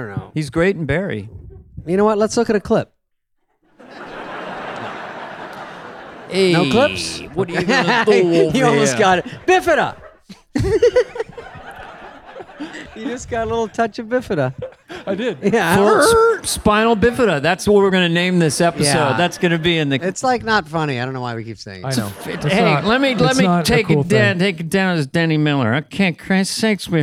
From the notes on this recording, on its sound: Live from Largo at the Coronet.